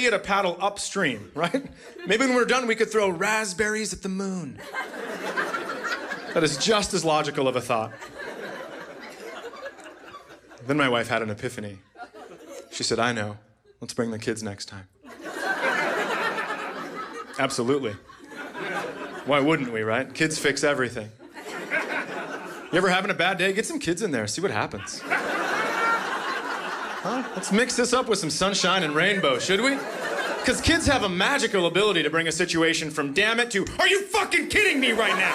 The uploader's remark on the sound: Recorded live at the Acme Comedy Co. In Minneapolis.